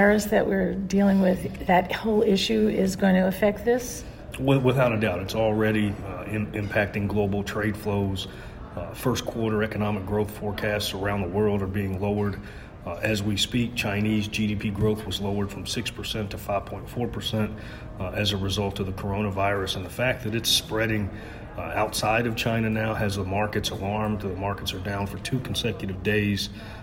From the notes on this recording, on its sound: Recorded on February 25, 2020 at the National Association of State Departments of Agriculture conference